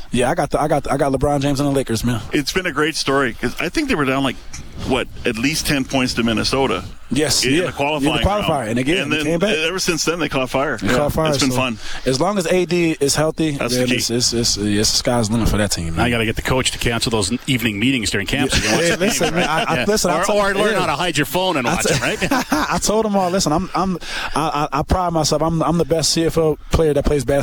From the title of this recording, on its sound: LIVE from Commonwealth Stadium